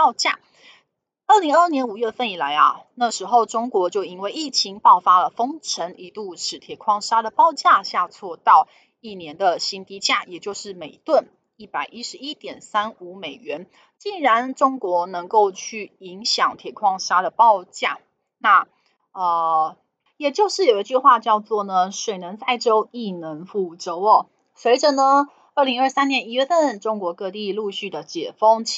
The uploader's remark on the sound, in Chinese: 本集有些許雜音，已亟力避免，如有察覺請多多包涵